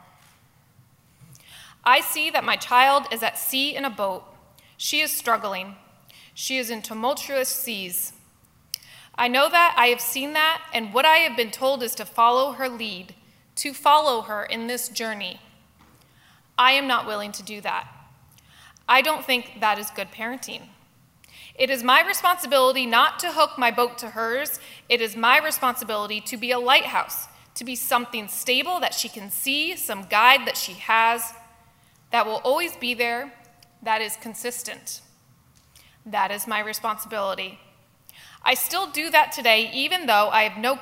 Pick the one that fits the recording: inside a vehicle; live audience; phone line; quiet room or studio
live audience